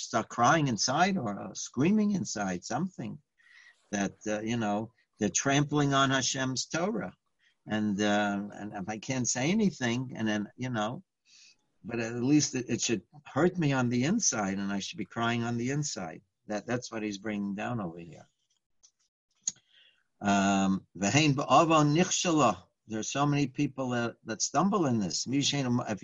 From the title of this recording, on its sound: Live On Zoom: 6-29-2020